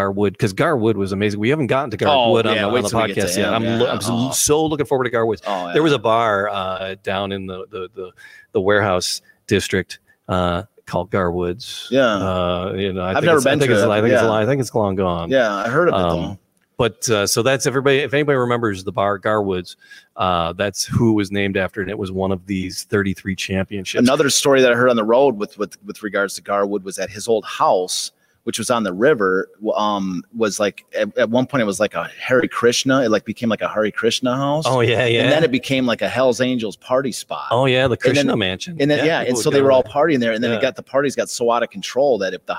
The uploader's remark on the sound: Live from Detroit Historical Museum